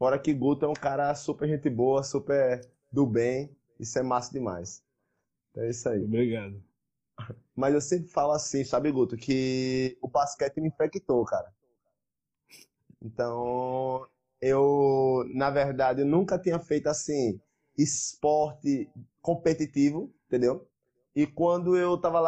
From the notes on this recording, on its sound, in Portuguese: Episódio que foi gravado durante um bate-papo de super aprendizado por uma live do INSTAGRAM